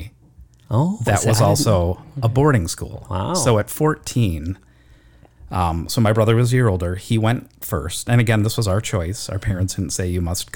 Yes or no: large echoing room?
no